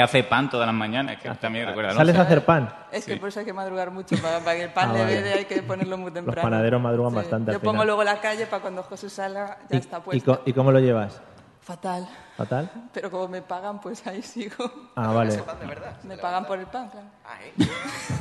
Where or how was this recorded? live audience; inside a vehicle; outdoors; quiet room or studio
live audience